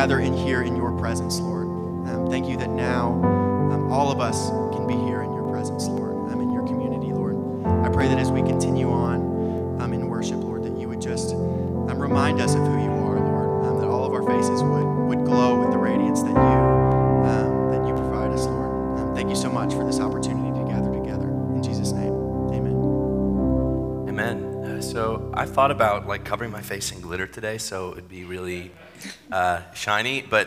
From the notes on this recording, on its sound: Sermon at New City Church